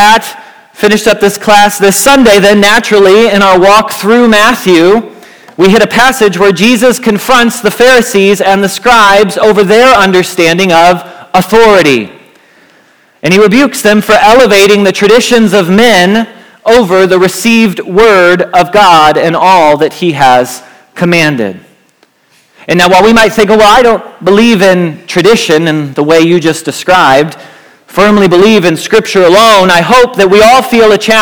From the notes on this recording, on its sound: Message Preached at Valley Creek Church